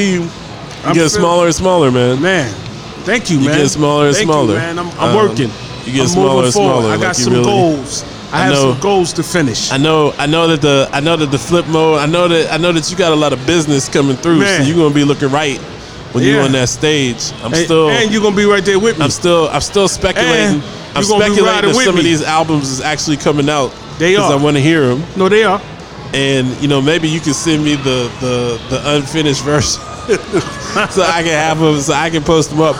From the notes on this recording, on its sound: Live from Dave & Busters